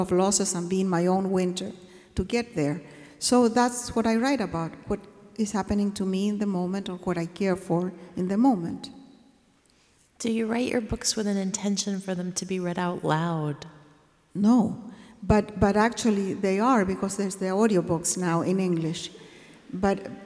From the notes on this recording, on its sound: This Seattle Arts & Lectures event took place at Benaroya Hall on November 28.